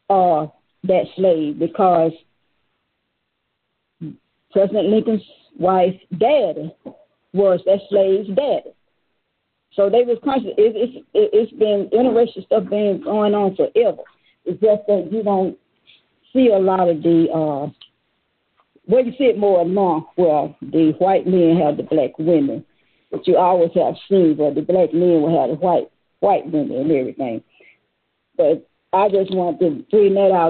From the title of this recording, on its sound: Conference Call